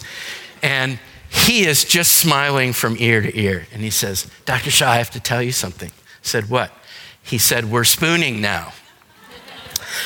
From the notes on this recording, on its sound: Today's podcast is a session recorded from our Alzheimer's and Dementia seminar held here at McGregor Baptist Church.